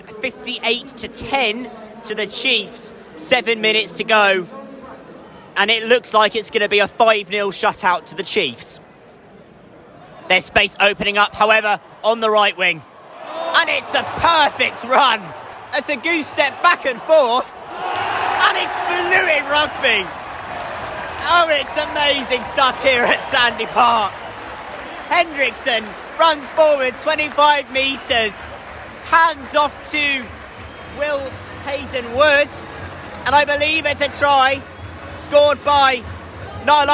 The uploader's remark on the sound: Saracens travel to Sandy Park. Live from Sandy Park!